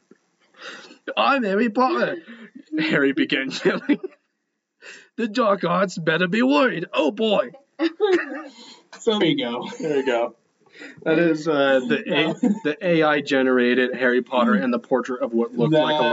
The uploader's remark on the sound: We had some technical difficulties during this episode, so we apologize about the audio quality this week.